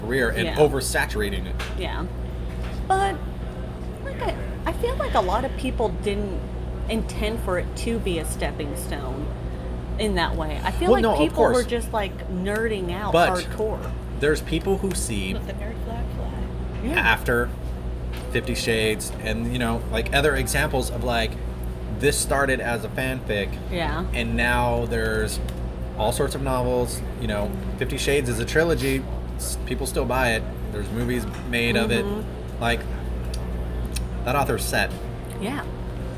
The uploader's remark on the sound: It was recorded in a cafe and so it is a little noisy